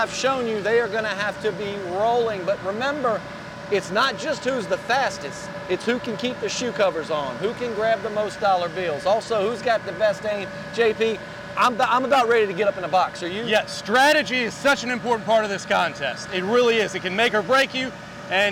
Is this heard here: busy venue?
yes